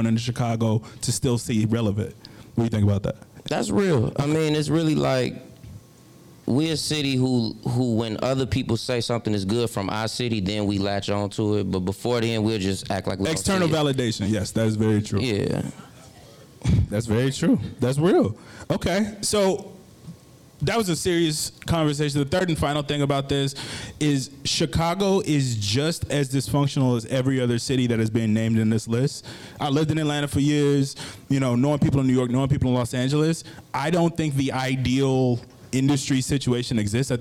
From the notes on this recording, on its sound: Last week at the new Working_From The Hoxton space in Chicago, I did a live taping of the podcast.